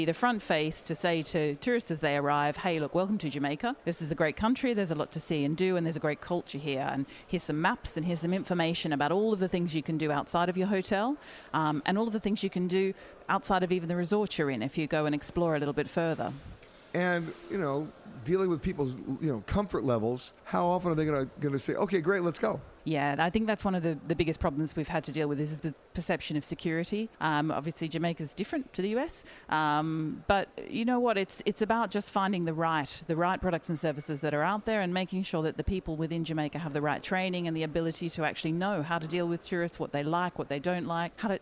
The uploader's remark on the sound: UNWTO Global Tourism Conference, Montego Bay. Comes from United Nations World Tourism Organization Conference in Montego Bay, Jamaica.